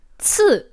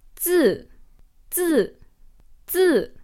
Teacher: The difference between these two is that with ci, ci, there is a puff of air that comes from your mouth. With zi, there isn't. Technically, this is called aspirated versus unaspirated.